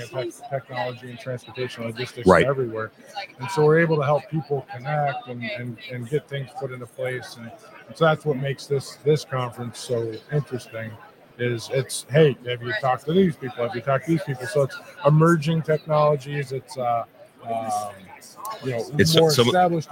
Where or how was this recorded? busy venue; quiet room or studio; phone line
busy venue